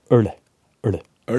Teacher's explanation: en sånn lyd hvor du bøyer tunga bakover, og så klasker du den i den forhøyninga bak tennene, så får du øl.